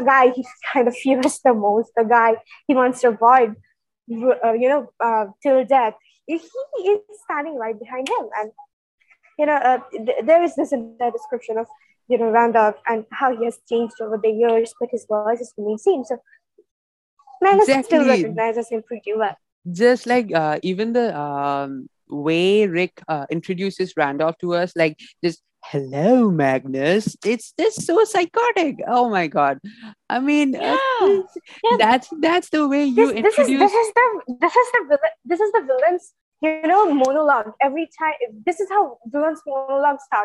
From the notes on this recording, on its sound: Sorry for the glitchy audio.